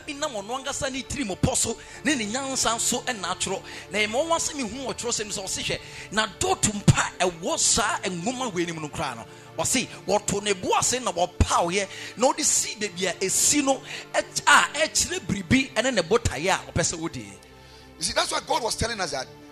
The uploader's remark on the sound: Preached at Ekklesia Chapel.